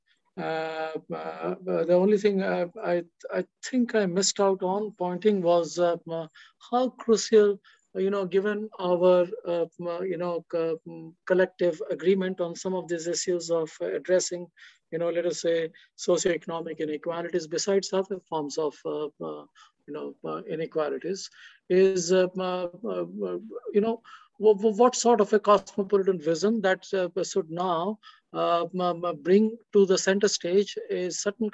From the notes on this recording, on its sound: Zoom and Facebook Live